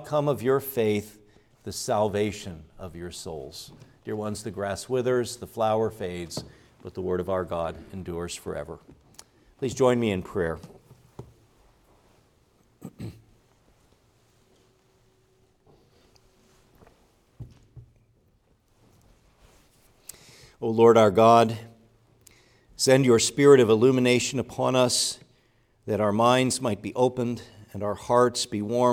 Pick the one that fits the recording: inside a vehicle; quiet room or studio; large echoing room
large echoing room